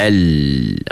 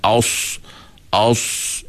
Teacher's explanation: Sifat infitah ni maksudnya bila kita sebut lam, lidah kita tak melekat ke atas. · Shown in: first take